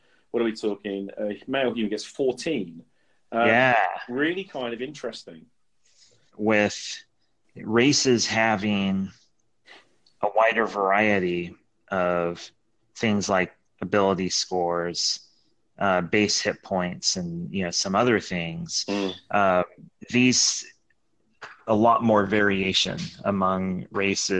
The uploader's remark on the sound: We had a two-hour chat using Anchor and, unfortunately, the recording was a) patchy, and b) cut off too early, mid-sentence.